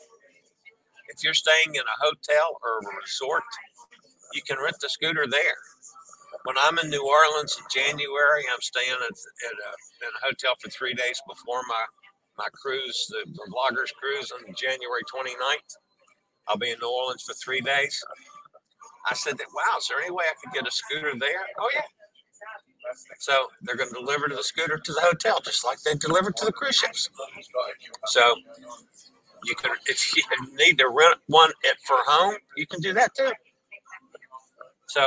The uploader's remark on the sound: Will broadcast LIVE from a Sea Day onboard Holland America's Nieuw Statendam. The ship is enroute from Half Moon Cay, in the Bahamas to Ocho Rios, Jamaica.